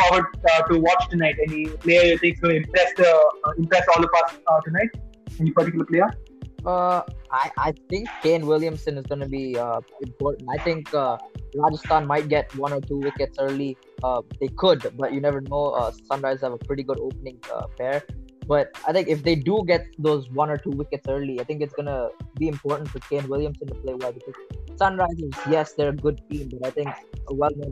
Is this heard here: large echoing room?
no